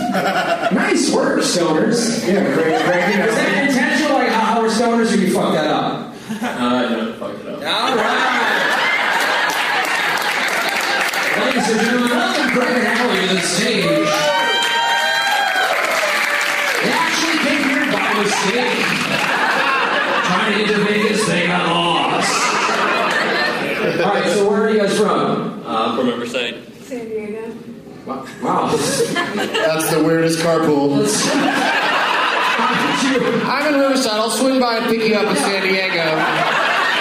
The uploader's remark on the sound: against audience members at The Improv in Ontario, California